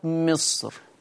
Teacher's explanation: كلمة مصر لا ترقيق في الراء، والسبب لأن حرف الاستعلاء وهو الصاد فصل بين الحرف المكسور وبين الراء